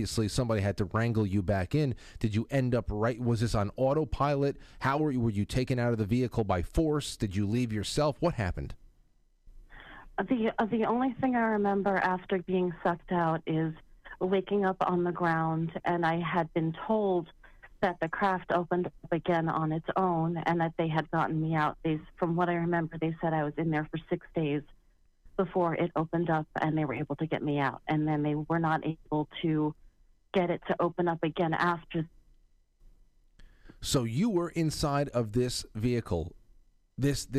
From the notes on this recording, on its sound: opening the phone lines for calls